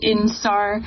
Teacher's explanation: anytime you hear R, like the letters ER added to something, you know that it's a Beijinger who's speaking to you